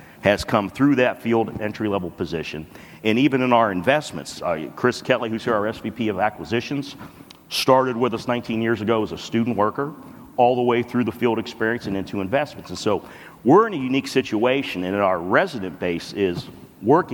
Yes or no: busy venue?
yes